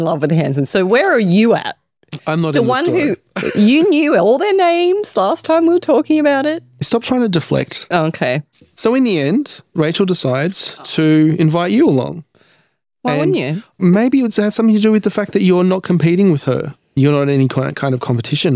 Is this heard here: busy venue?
no